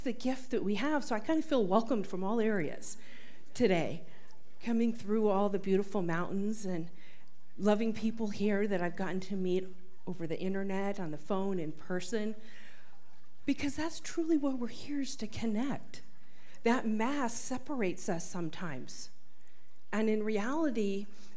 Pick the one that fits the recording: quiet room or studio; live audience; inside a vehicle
live audience